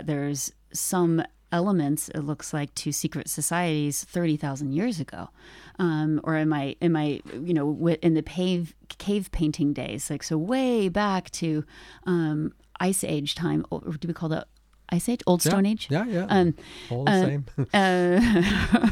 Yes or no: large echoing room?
no